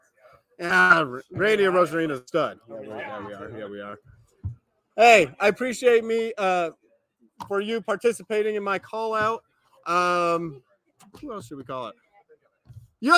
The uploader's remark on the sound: LIVE FROM RUDY'S!